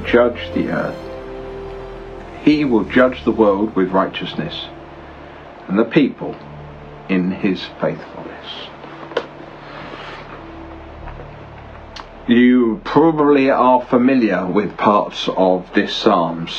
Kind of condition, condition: fault, background noise